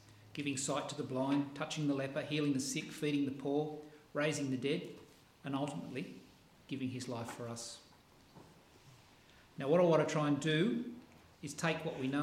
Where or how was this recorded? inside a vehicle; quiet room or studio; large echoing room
large echoing room